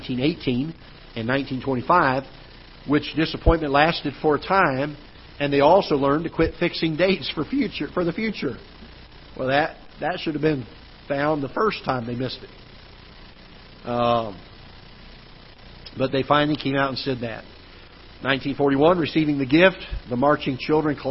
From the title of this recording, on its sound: Ketha Heights Baptist Church ~ Live Broadcast